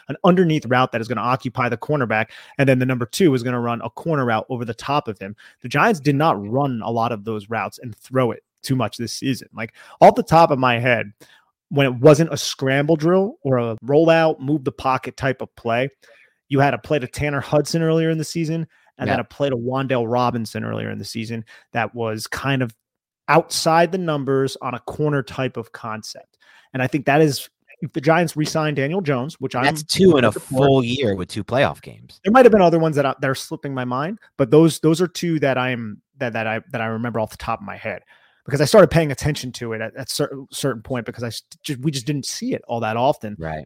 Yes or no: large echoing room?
no